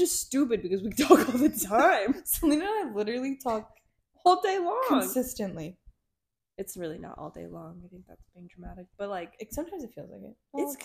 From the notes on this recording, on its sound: Our audio quality might be a bit wonky here as we were just starting out.